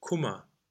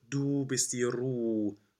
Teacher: We have it before in the word Kummer. Oh, the double M makes the vowel open and short · Shown in: first take · Term: open u sound